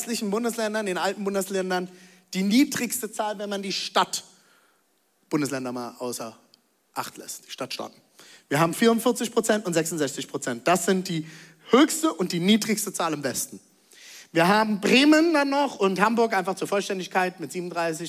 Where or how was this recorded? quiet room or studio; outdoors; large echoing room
large echoing room